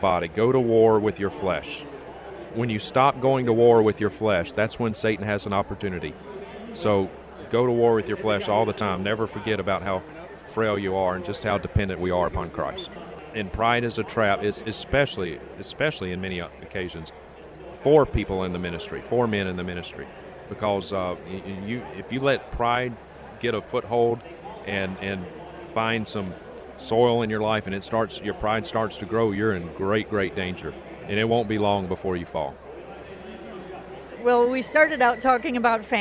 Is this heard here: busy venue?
yes